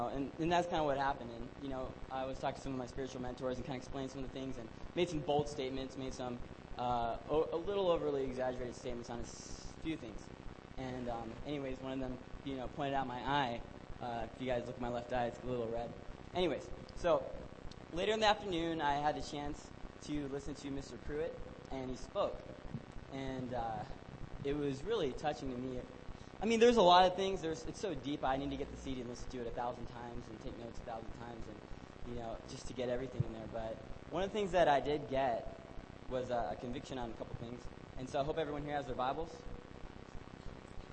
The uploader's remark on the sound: Due to technical difficulties, the quality of this recording is extremely poor. The voices are very soft, and significant static and hum appears during the middle of the track. However, the last 12 minutes are clear, with sufficient volume to hear.